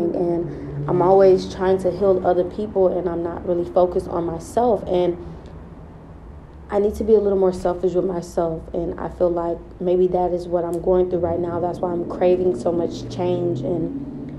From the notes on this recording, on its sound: This is a calm episode, outside with nature while we self reflect.